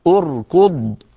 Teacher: همزة الوصل بعدها راء ساكنة بعدها كاف مضمومة، من أجل ضمة الكاف ضممنا همزة الوصل عند البدء بها، فنقول أركض.